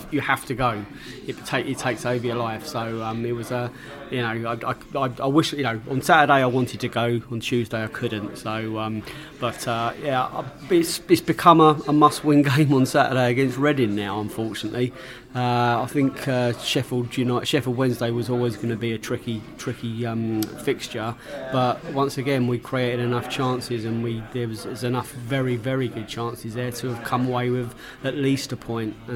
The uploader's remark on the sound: Reading pre-match podcast from the pub